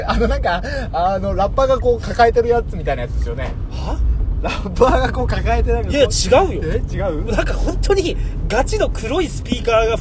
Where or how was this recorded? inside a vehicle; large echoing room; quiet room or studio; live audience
inside a vehicle